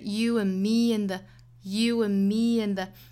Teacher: and me and the 两个 and 后面的都省掉，然后两个词都要做弱读